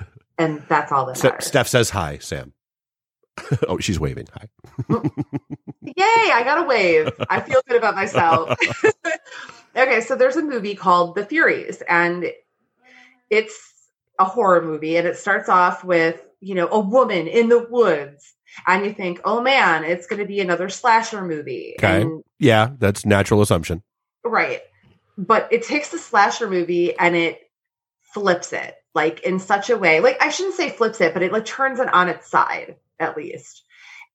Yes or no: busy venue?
no